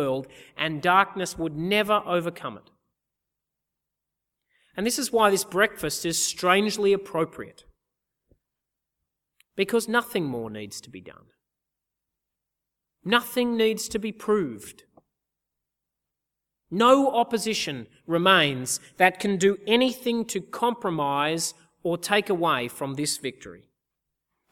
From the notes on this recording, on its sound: Easter Sunday 2014 - Audio. At the CIG Easter Sunday service in 2014.